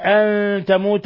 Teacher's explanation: نون ساكنة جاء بعدها التاء أن تموت إخفاء حقيقي